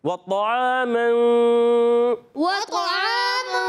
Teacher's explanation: حرف اخفا میں سے یہاں قاعدہ ہوا، اخفا کا قاعدہ، یعنی ایک الف کا غنہ کریں گے، نون کو چھپا کر ادا کریں گے، ناک میں آواز لے جائیں گے